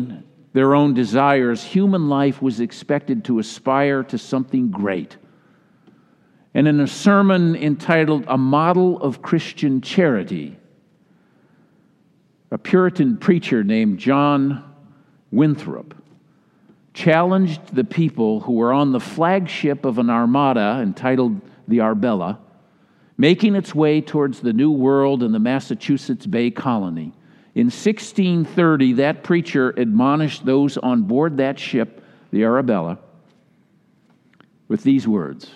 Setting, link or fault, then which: setting, live audience